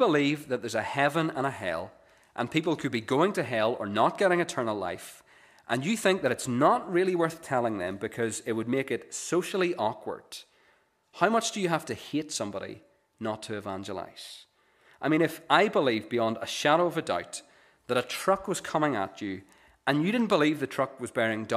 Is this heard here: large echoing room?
yes